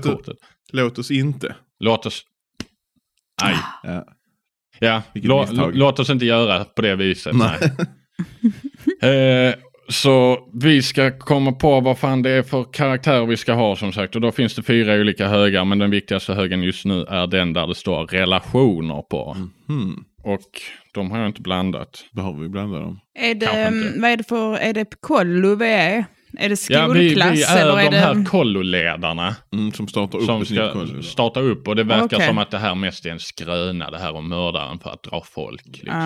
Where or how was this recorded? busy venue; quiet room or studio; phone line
quiet room or studio